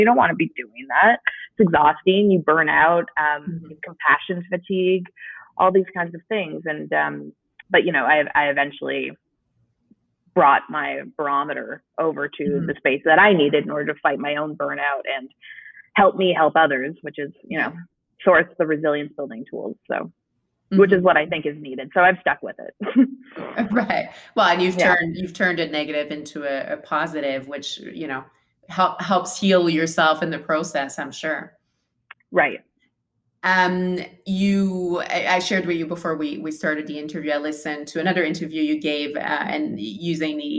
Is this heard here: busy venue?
no